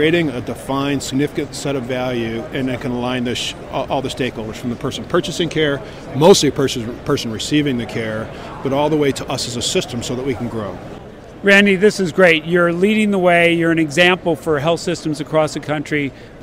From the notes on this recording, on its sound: Our LIVE from ATA 2016 broadcast series from the Care Innovations booth